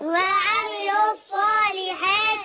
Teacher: لام شمسية منضمة في الصاد المفتوحة